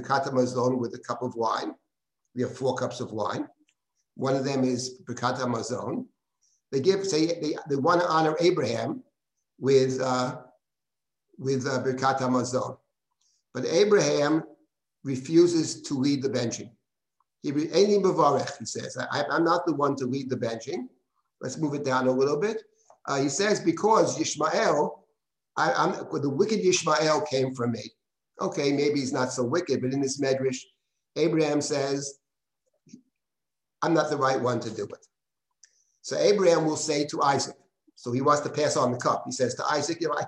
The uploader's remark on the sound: This audio was originally captured from Zoom